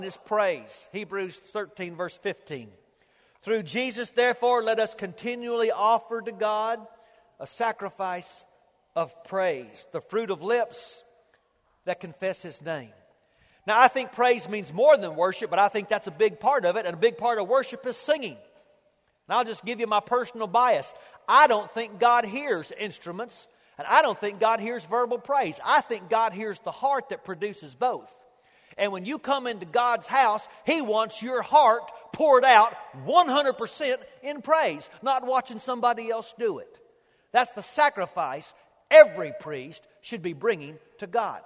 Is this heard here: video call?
no